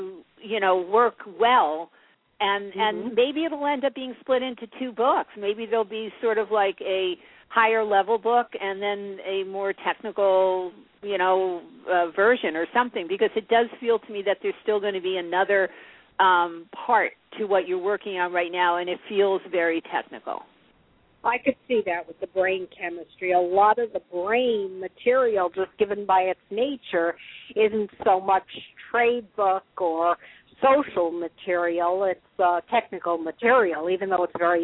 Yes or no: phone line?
yes